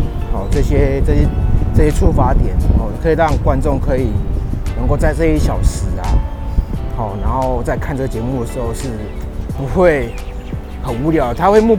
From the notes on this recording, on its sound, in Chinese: 邊走邊講，用EarPods Lightning的戶外錄音效果。這集是用 iPhone 原廠的耳麥錄音，就效果來說還不錯。